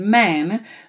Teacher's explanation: because the n is a nasal sound, it has an impact on the a